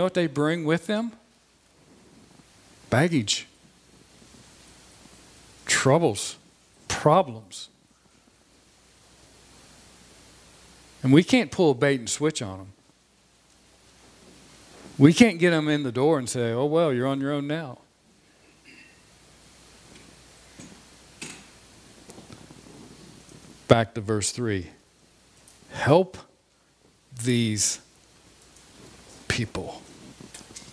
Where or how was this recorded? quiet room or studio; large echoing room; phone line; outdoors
large echoing room